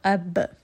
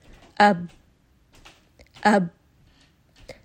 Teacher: So qalqala, as we learn, means that there is a bouncing sound when it comes to the sukoon of this letter · Shown in: first take · So when we have ba with a sukoon, then we're going to bounce on it a little, a b.